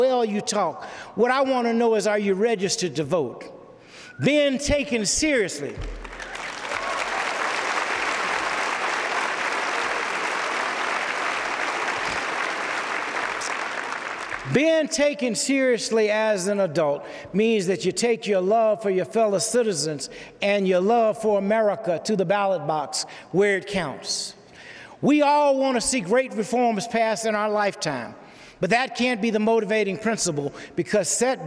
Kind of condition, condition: setting, live audience